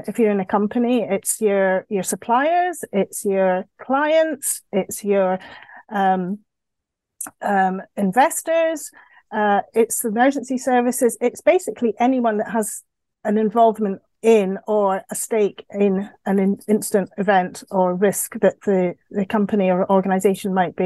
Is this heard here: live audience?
no